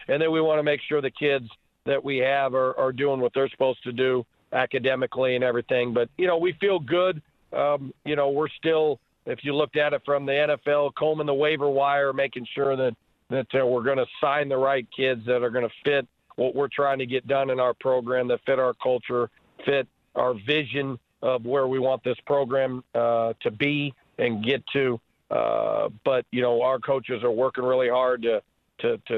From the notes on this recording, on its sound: We had a chat on the phone